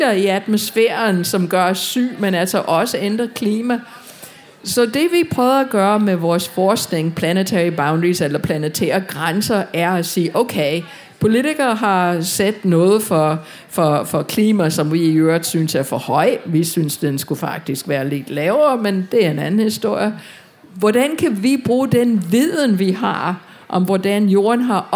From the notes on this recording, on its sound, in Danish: Tage Klimakrøller med på KU festival og for allerførste gang lave en LIVE udgave af podcasten. Og med et publikum bestående af studerende fra alle KUs fakulteter.